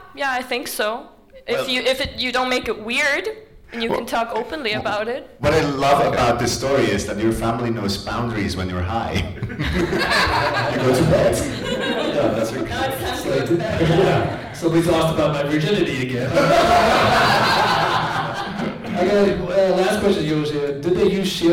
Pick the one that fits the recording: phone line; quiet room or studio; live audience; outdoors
live audience